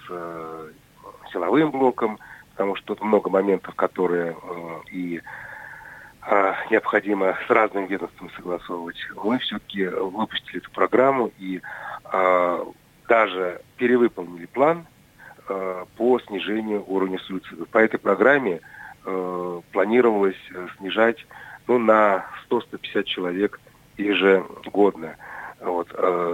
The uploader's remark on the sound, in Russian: По телефону